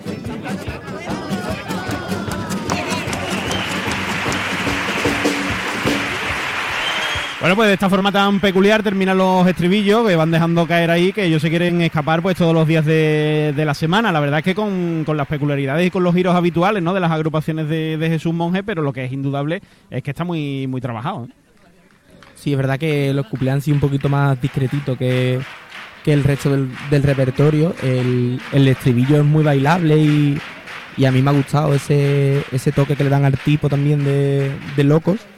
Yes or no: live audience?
yes